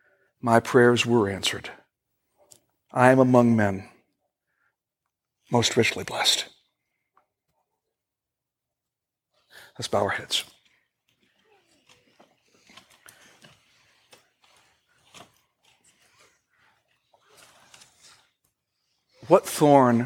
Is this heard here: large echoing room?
yes